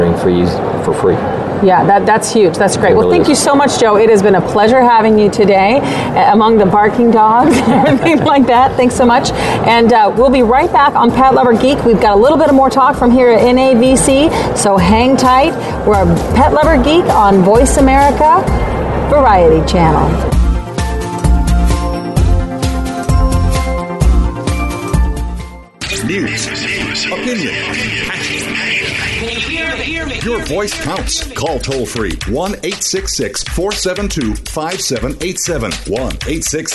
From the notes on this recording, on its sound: NAVC 2017 Conference. The conference in Orlando. Interviews she conducted with Vetrax, BabelBark, and Heyrex while at the conference.